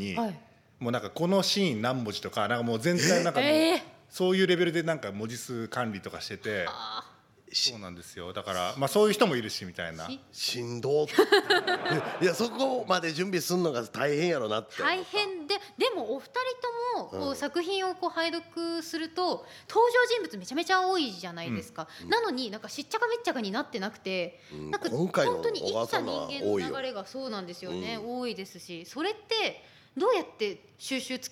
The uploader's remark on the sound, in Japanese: 公開収録回